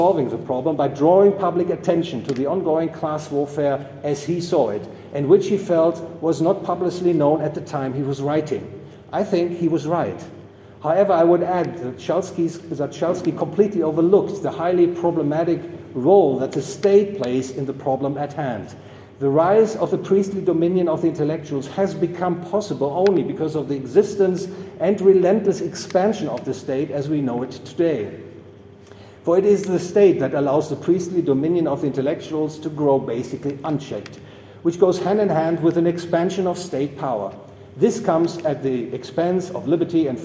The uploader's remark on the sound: recorded 17 September 2022 at the Property and Freedom Society, Bodrum, Turkey.